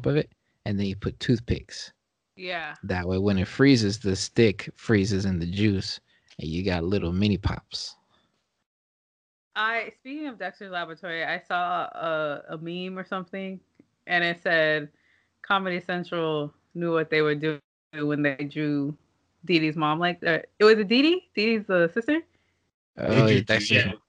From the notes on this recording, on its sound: Another ZOOM/SKYPE episode.